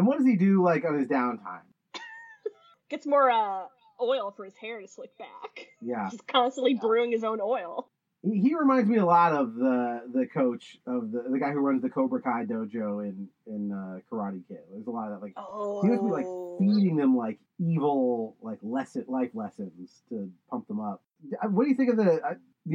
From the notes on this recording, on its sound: this episode had some audio quality issues